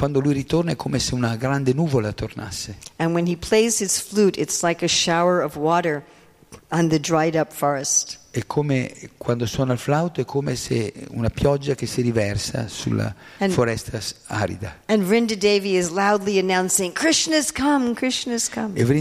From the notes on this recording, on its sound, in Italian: in diretta dal Tempio di Villa Vrindavana